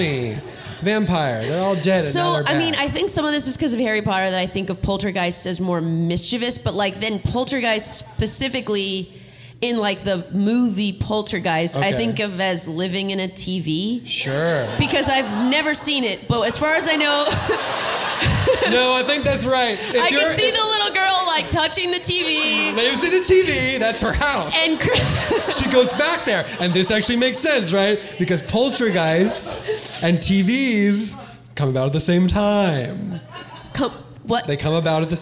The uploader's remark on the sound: The following was recored live 9-19-2023 at Mississippi Studios in Portland Oregon. This was the 2nd of two shows played last night.